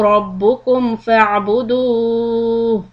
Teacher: stretch دال واو 3 to 6 حركات. مد عارض لسكون